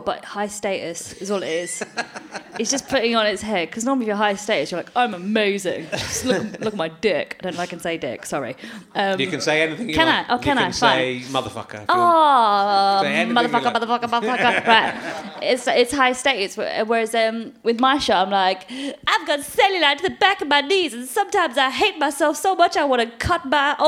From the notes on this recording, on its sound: chats to a man in the audience